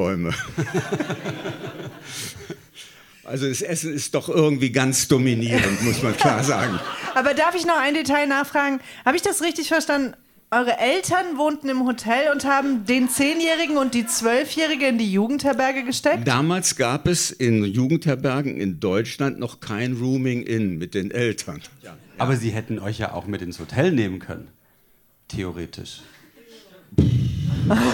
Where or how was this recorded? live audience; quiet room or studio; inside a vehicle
live audience